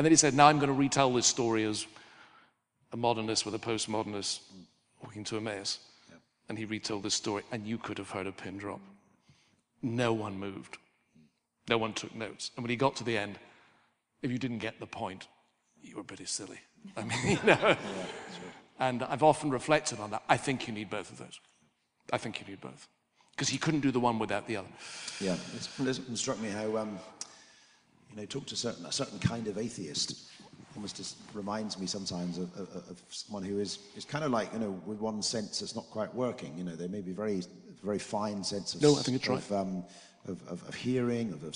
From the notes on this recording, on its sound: Recorded as part of a lecture. At St Mellitus College.